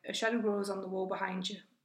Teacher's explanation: So we've got relaxed sounds on a, the, and you, joining sounds between grows and on, and transforming sounds. So behind and you, the d and you come together to make j.